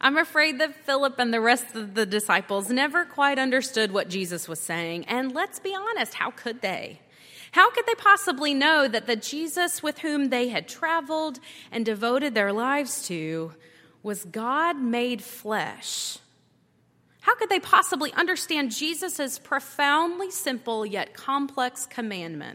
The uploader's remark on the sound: at Highland Baptist Church.